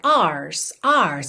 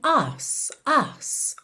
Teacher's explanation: Como eles não costumam enrolar o R, você não tem tanto aquela pronúncia ars, ars, e sim ass, ass · Shown in: second take